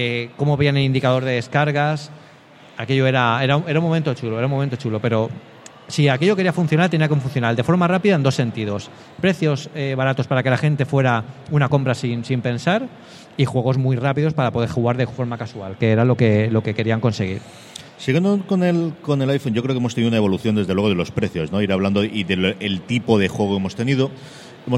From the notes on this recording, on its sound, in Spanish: Grabado en Directo en la 3ª Edición de VGComic, el Salón del Cómic y Videojuegos de Alicante.